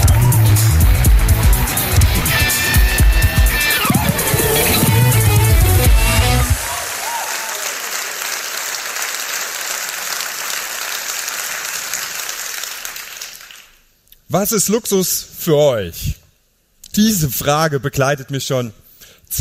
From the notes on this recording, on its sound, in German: Live-Mitschnitt von der Gedanken Tanken Bühne.